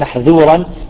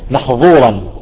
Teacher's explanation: خاصة الذال يفخمها فتصبح الذال محذورا، يفخمها تصبح محظورا